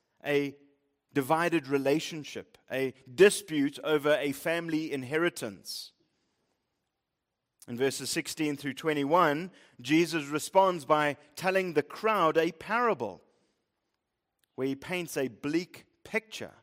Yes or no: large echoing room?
yes